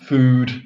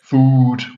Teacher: some people produced the oo in food at the front of the mouth · Shown in: first take